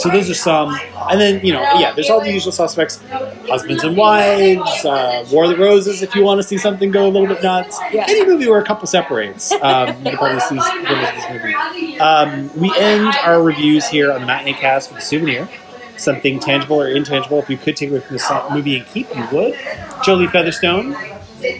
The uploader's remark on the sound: What, for instance, would The Matineecast be if it was recorded out in the wild? If I traded in my Skype connections and afternoons in cozy condo confines for something more chaotic. What would The Matineecast be if it was recorded hours or even minutes after my guest and I watched the film? What if we just sat down, tapped record, and let fly?